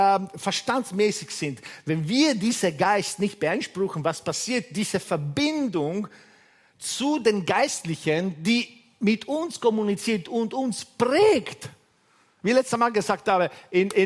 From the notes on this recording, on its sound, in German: Gottesdienst live aus der LIFE Church Wien